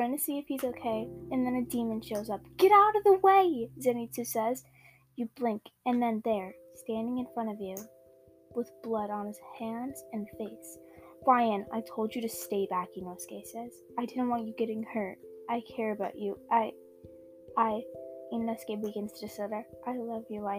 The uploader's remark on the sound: Im very sorry about the quality in this episode my mic broke so I was using my old Mic and that one is old and bad.